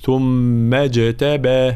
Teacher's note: إذا وصلناها بما قبلها همزة الوصل تسقط في درج الكلام، لا نحققها في وسط الكلام أي تحذف، فنقول ثم اجتباه · ميم مفتوحة جيم ساكنة مقلقلة